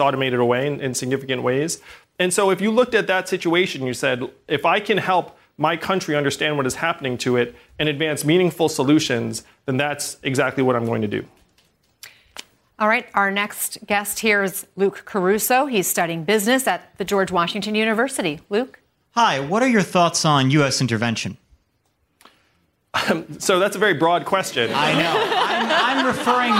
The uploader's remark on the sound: answers questions during a live town hall